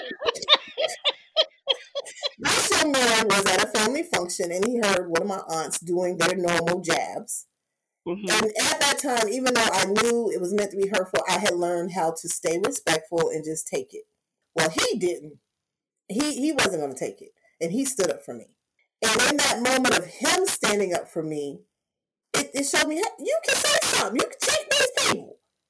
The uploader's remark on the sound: Please note: There were some distortions with sound in this episode. Some of the sound challenges presented.